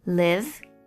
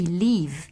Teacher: O live tem esse izinho frouxo e o leave tem esse som que é parecido com o nosso I